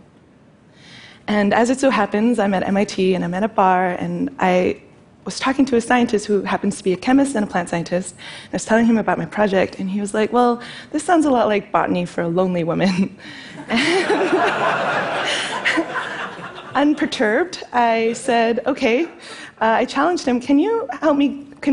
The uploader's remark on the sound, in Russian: В этом кратком живом выступлении. Это выступление записано на мероприятии TEDx, независимо организованном местным сообществом с использованием формата конференций TED.